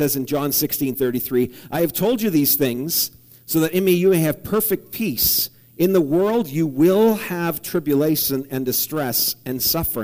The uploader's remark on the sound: Preached at the Morinville Alliance Church.